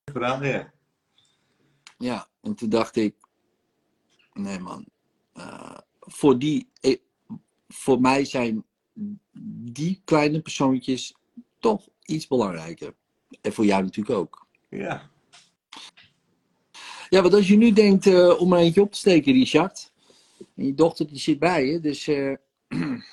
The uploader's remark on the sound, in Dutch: de sessie die ik live doe op Instagram